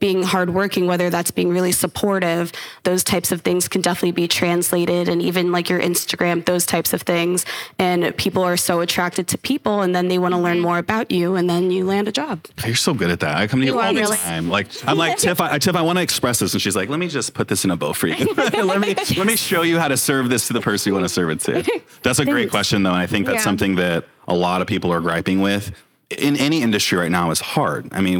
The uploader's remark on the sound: This is a live recording from an event UNSTUCKKD and The Aster Hotel did for the Aster’s private members club in LA.